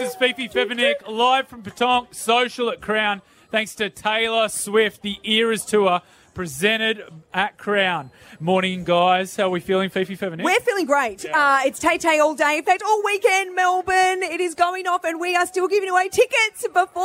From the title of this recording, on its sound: Brekky In The Burbs LIVE from Southbank